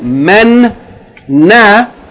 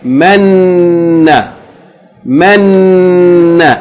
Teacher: You're going to hold the Noon. That holding of it, the emphasis, that's the Shadda. · Shown in: second take · Okay? It means that that you're going to get the sound twice.